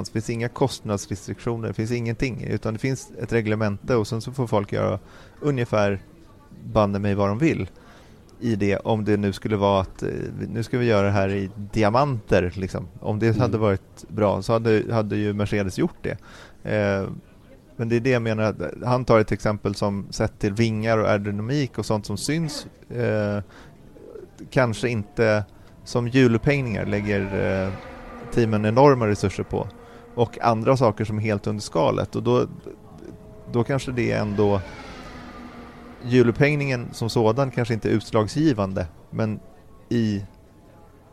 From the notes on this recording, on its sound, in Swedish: Veckans F1-podd är inspelad mitt under brinnande F1-tester nere i Barcelona